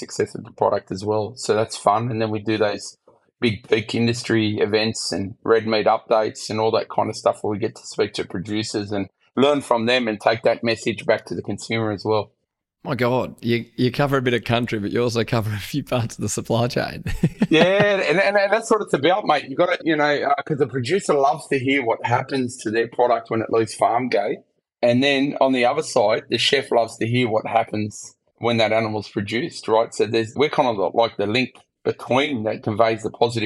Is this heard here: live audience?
no